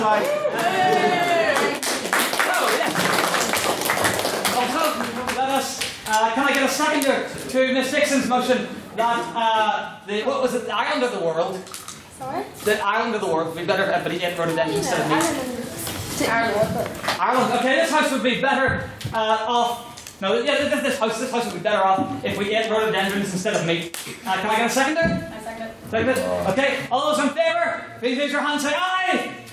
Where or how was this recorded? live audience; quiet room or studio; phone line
live audience